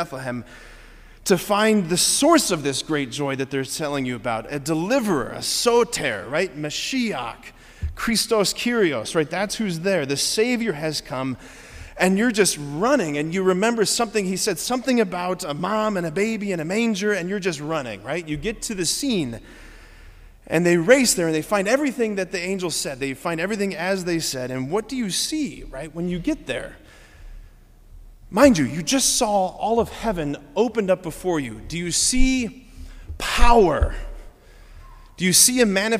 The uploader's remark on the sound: preached this homily on December 24, 2023 at Sacred Heart of Jesus Catholic Church in Wadsworth, OH.